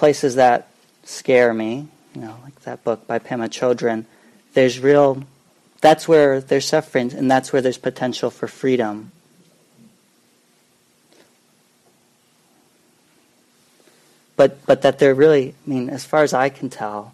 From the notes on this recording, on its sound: Common Ground Meditation Center. Part of a presentation given at the Intersangha conference of the Buddhist Insight Network in May of 2018.